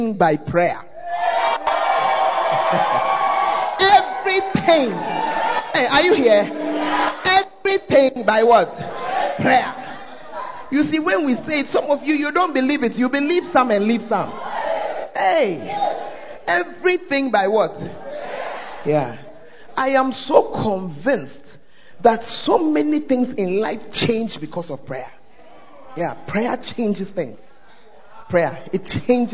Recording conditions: large echoing room